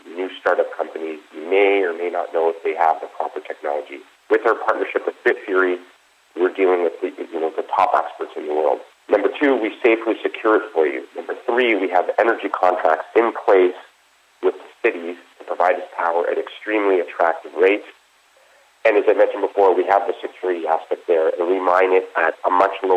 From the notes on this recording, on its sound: called in to SmallcapVoice.